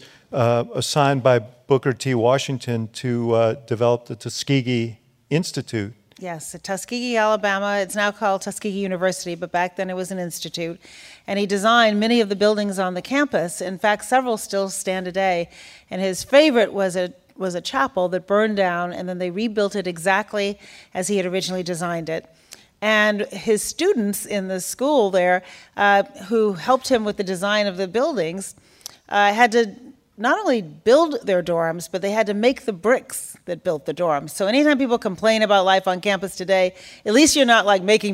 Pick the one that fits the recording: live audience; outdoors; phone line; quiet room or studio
live audience